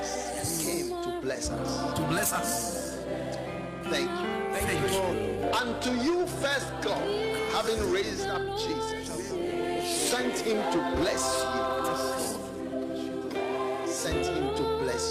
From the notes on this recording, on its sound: Preached at the FLOW Church Service.